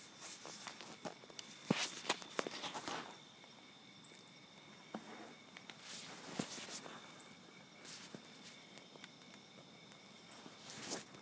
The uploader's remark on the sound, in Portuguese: Meditação do espaço aberto, realizada ao ar livre, de noite, em volta da fogueira (é esse o crepitar que se escuta na gravação).